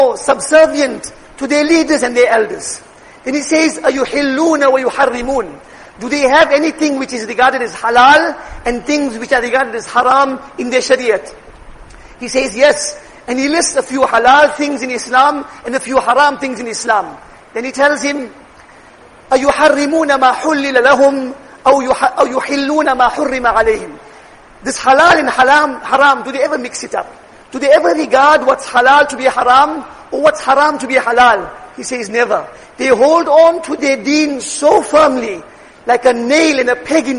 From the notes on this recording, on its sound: Jumuah lecture